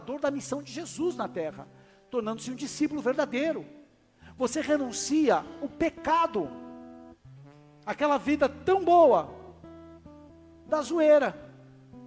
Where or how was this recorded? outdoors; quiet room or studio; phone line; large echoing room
large echoing room